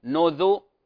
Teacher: تفخم الراء لأنها ساكنة قبلها مضموم، نذر، والوجه الثاني أنها ترقق للدلالة على الياء المحذوفة، وأصلها ونذري، ومتفقون على أنه في حال الوصل أنها ماذا؟